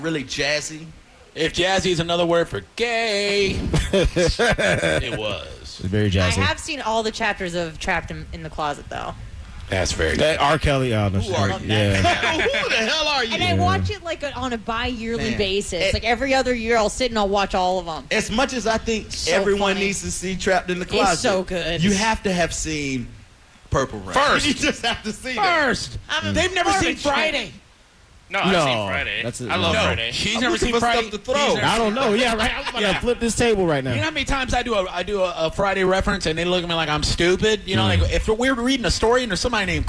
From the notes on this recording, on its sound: Live from Gennaro's. The most epic of night time radio cross overs happened.